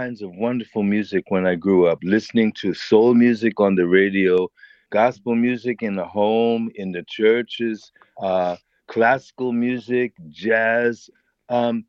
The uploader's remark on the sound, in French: par téléphone